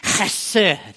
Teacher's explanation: It's a guttural sound. It comes from the deep in the throat.